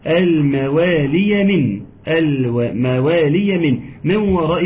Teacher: ادغام بغنه، نون ساكنه اتى بعدها حرف الواو